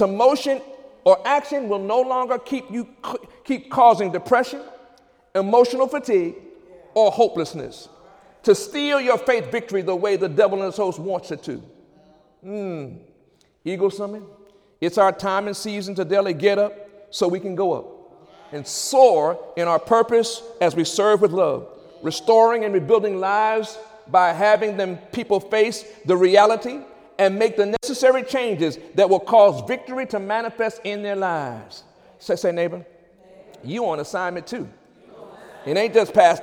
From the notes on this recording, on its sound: During Wednesday night service